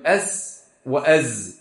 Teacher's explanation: مخرج الزاي والسين مخرج واحد، اللي هو ايه؟ ظهر طرف اللسان ما بين الثنايا العليا والسفل